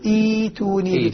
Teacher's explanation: الهمزة الساكنة تبدل حرف مد من جنس حركة ما قبلها